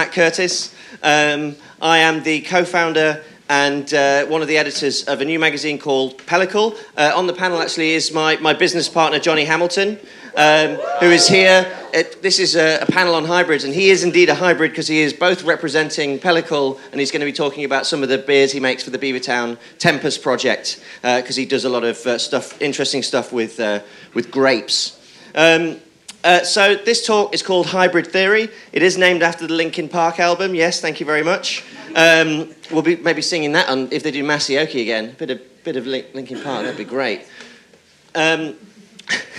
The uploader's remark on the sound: In this panel discussion, recorded at FyneFest 2019